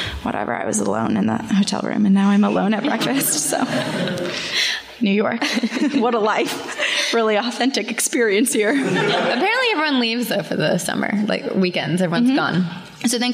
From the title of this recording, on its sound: Live from New York